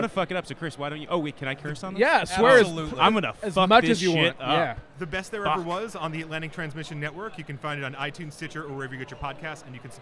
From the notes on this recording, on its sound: Live From Podcast Row At Starrcast. Coming to you live from Starrcast.